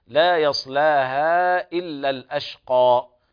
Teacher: كذلك يبين التفشي في الشين، والقاف حكمها التفخيم، والألف التي تليها تتبعها في التفخيم